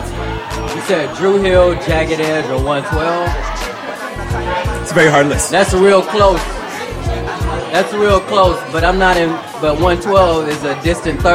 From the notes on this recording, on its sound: LIVE RECORDING. WE ARE LIVE, BABY!!! The Cubby Cast takes some time to dedicate our perspectives & livelihood to our audience, in person.